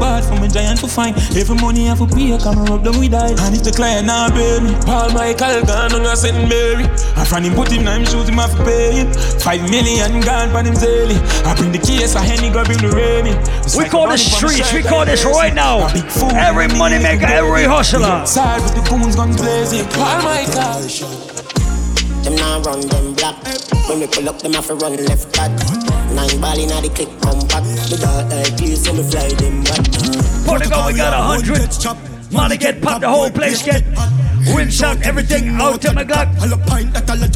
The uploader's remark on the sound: LIVE AUDIO! A recording of my set at Island Saturdays on May 13th.